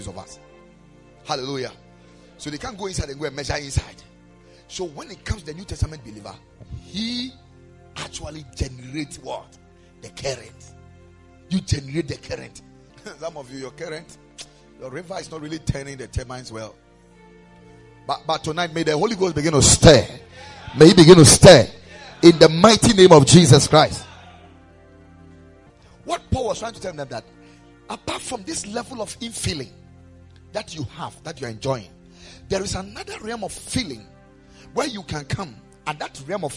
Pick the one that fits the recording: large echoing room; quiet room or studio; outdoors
large echoing room